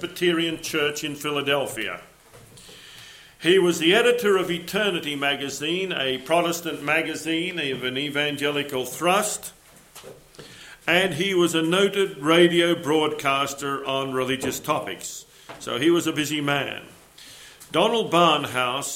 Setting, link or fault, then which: setting, large echoing room